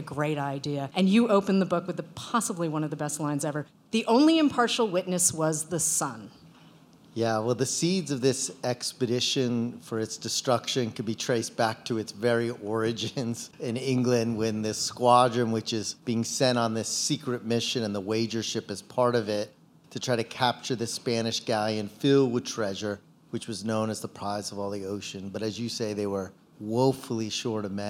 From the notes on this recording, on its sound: live at Barnes & Noble Union Square